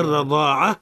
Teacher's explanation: الراء حكمها التفخيم، التفخيم لأنها متحركة بالفتح